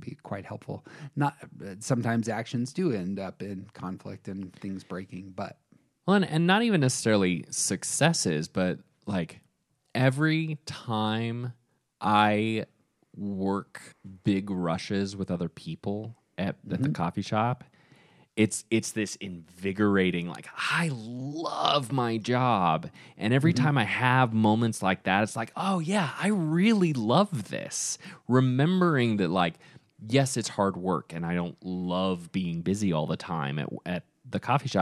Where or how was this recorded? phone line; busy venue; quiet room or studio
quiet room or studio